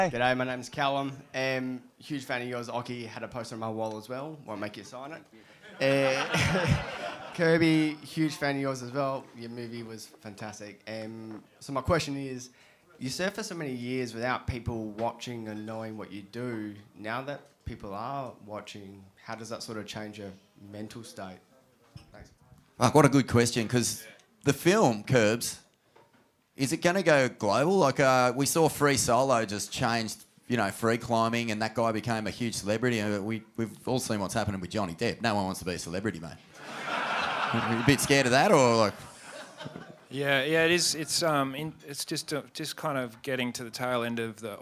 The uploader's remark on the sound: Live from the Indian Ocean Hotel Scarborough in Perth! We revisit a classic night at the Indy.